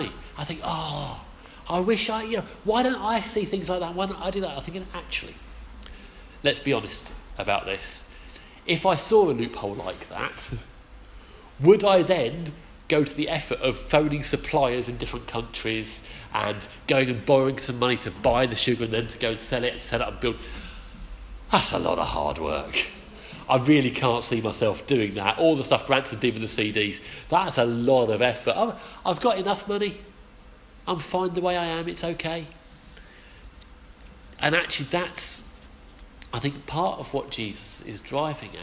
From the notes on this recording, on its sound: Our sermon from the 11am service